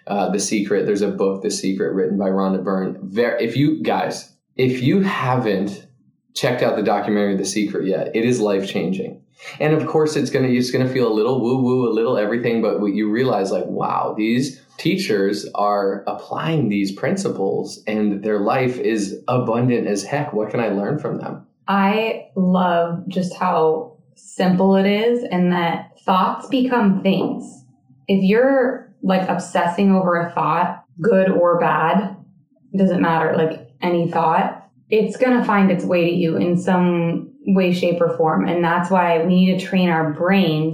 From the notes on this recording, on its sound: Our mic hookup got messed up for this episode! The audio is decent.